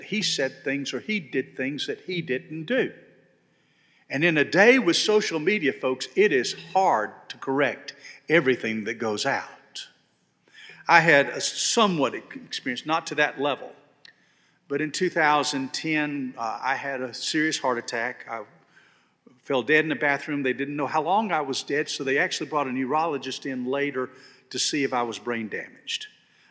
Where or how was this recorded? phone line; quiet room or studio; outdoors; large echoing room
large echoing room